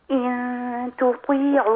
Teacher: رقق التاء وفخم الطاء